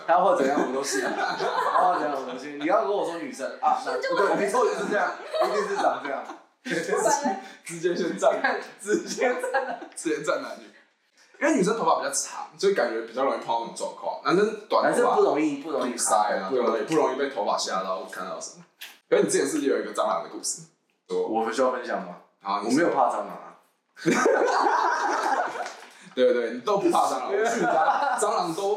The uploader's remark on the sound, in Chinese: 試錄集，錄音品質敬請見諒